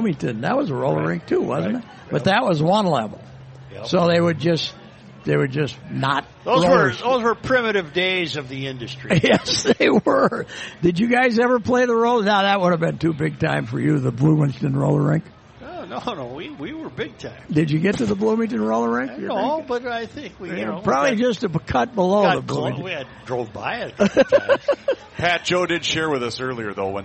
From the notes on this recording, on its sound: broadcasting live from the MN State Fair